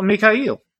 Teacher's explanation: you put the emphasis on the last syllable, and that syllable is definitely eel, like the fish.